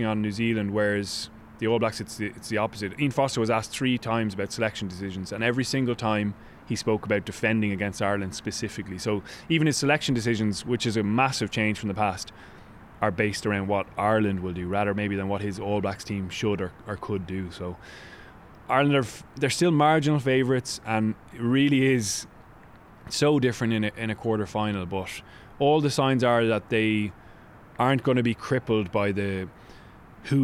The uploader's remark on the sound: live from the captain's run